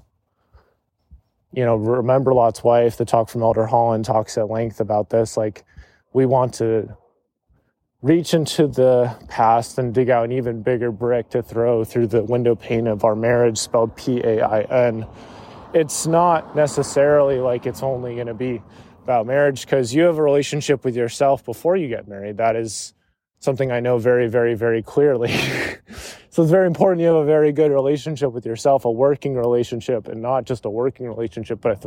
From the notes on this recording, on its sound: This was recorded while on a walk through my parent's neighborhood. There may be the sounds of cars and driving.